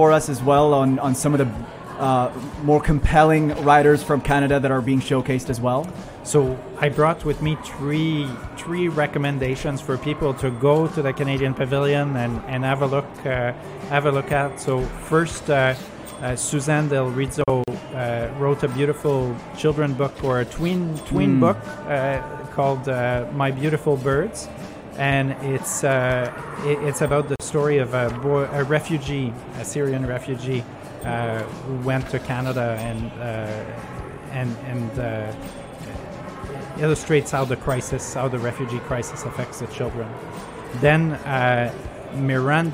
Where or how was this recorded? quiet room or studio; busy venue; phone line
busy venue